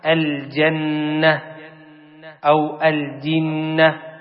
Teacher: إذن هذا هو الحكم، النون والميم المشددتين حكمهما الغنة، والغنة تخرج من الخيشوم، تخرج من الخيشوم، ولها حركتان، تغن بمقدار حركتين